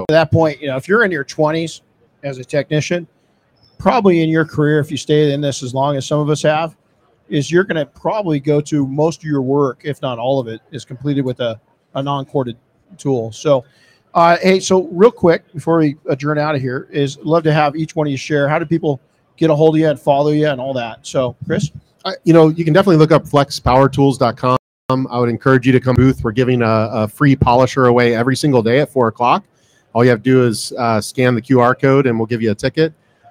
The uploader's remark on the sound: This episode was recorded live in the P&S Detail Products booth at SEMA 2022.